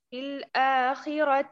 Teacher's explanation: أتمي كسرة الخاء في الآخرة